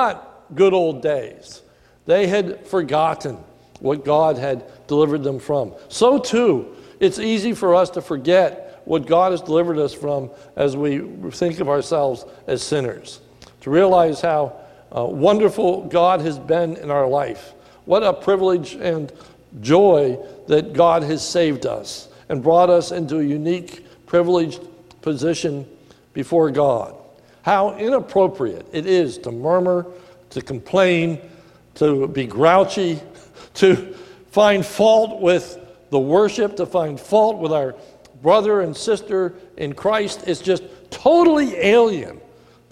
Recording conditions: large echoing room